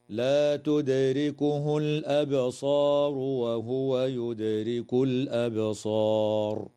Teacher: تقلقل الدال في كلمة تدركه وفي كلمة يدرك، وكذا تقلقل الباء في كلمة الأبصار في الموضعين، وتظهر لام التعريف في هذه الكلمة في موضعيها.